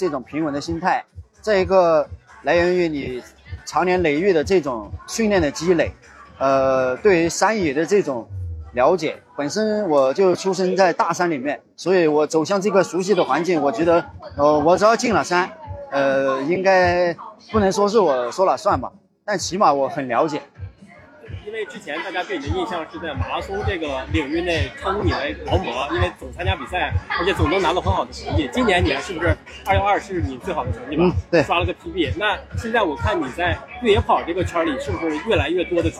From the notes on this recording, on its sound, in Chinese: 这次我们来到凯乐石莫干山跑山赛的赛后现场，跟几位领奖台的精英跑者们聊聊。